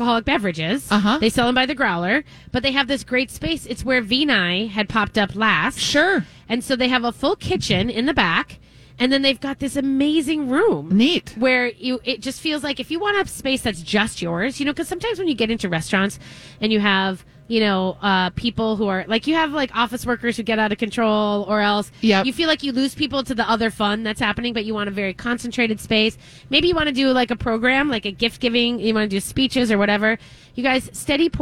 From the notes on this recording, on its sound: Continue their live broadcast from Surdyk's !